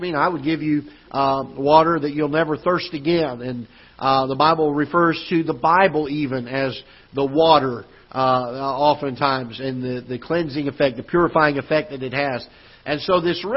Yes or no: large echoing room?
yes